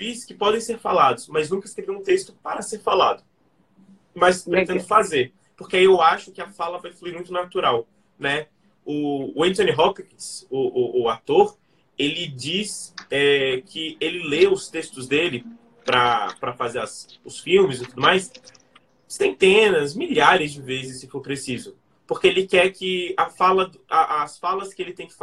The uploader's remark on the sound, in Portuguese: Direto do isolamento, em sua casa em Brasília.